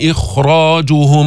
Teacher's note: هون فخم الخاء منيح. ليش؟ لأنه بعدها راء، حتى ما تكون الراء أعلى منها.